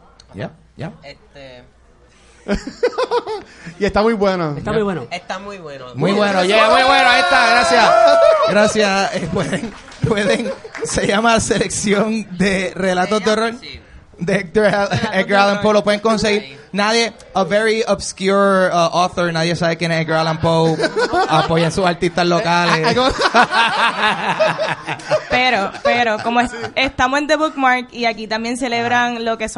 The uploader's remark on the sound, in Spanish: El cual fue grabado ¡EN VIVO! Desde la tienda The Bookmark en San Patricio Plaza.